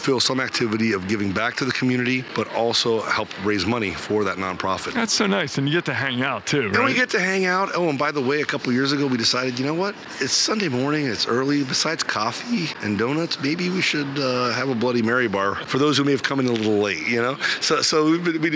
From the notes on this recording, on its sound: This episode is live from ESTO in Savannah, Georgia.